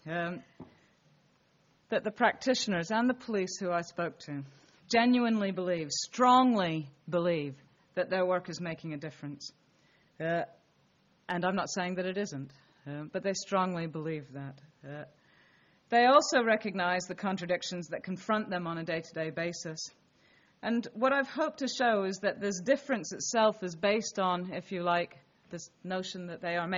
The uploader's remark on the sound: This talk was delivered at University of Leicester on Wednesday, 20 February, 2013.